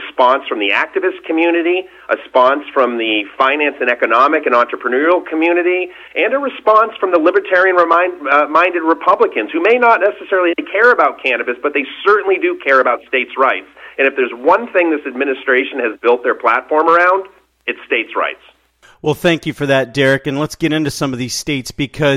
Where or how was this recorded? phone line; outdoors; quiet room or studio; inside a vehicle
phone line